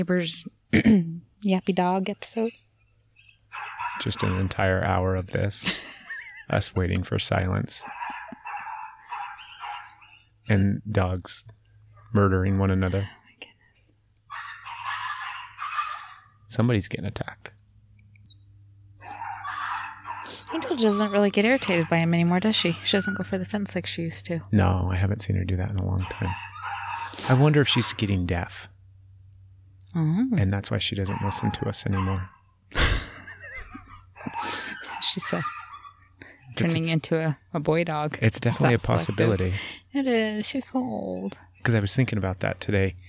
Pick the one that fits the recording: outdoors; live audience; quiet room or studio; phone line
outdoors